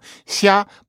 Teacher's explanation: you have to master a kind of an s-y sound in between what we think of as s, what we think of as sh, although they don't pronounce it exactly the way we do, more like sh.